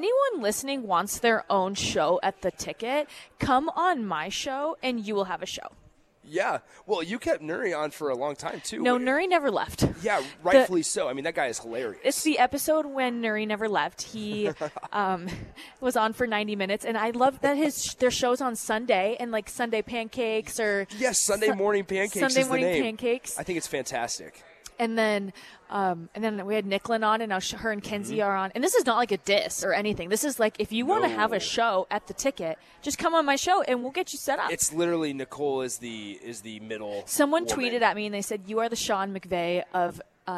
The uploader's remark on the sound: Live from the Upside Bar and Lounge